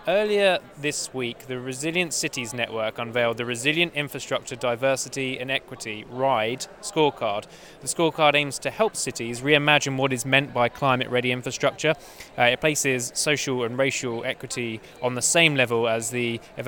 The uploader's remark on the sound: The team are re-united in the Blue Zone to reflect on a fast and furious Energy Day of COP26. We catch an army of Pikachus outside of the COP walls.